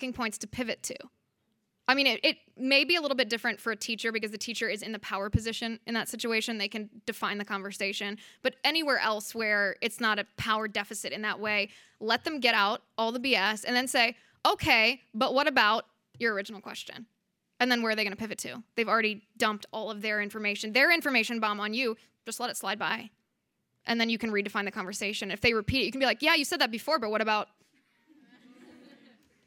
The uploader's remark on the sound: Her remarks were recorded at our 2019 Western Women's Summit hosted by the CBL Center for Conservative Women in Santa Barbara CA on April 5, 2019.